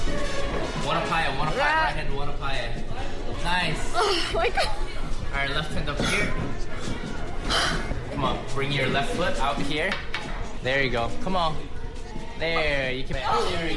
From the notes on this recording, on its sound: (Recorded at THE JA's). People training at the gym.